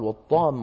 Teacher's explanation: أنت لما تريد أن تنطق الطامة تجمع فمك ويجتمع مد لازم مثقل